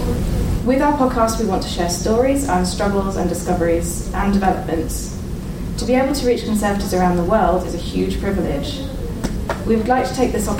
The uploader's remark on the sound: Belfast for the ICON triennial conference, #Icon19! This episode has VERY varied audio quality throughout due to different recording settings. Travel with us to the Belfast Waterfront Centre, join us for the opening reception, come along to the pub, listen to our frantic recaps, and have a listen to the talk we gave on the second day of the conference.